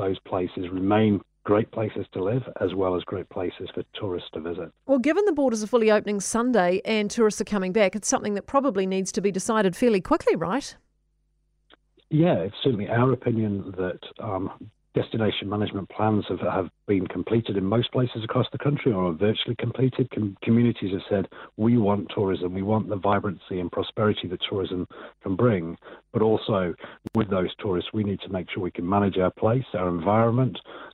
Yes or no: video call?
no